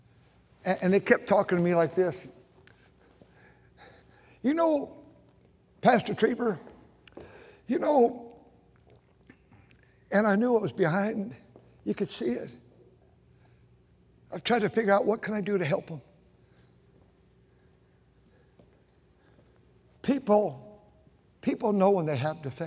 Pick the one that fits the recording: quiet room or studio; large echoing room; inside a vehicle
large echoing room